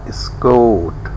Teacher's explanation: When noun, say escort with a stressed bet vowel and follow with port vowel. When verb, say escort with bit vowel and stressed port vowel. · Term: dida